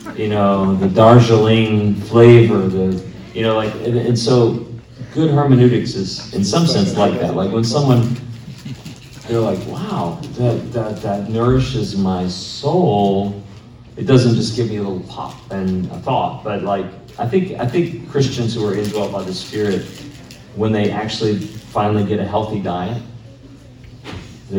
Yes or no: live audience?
yes